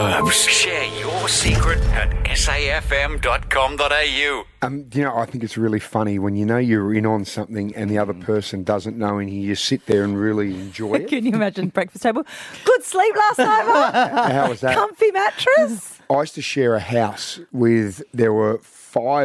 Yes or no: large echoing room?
no